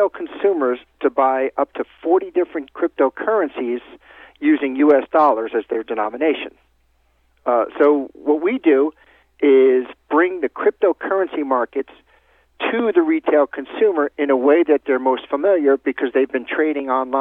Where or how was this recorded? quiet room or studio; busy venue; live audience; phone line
phone line